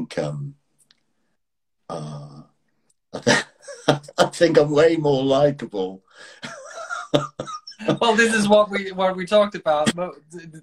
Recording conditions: video call